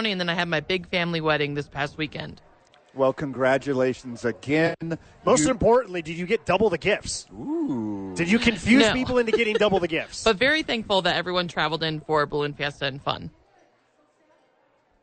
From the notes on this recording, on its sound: live from Sadies!